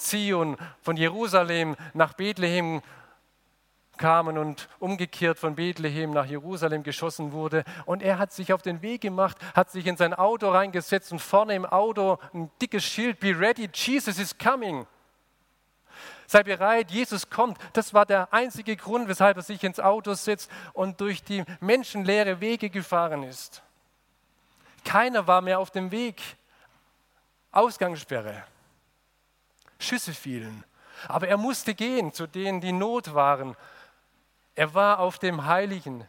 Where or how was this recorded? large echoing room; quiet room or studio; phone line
large echoing room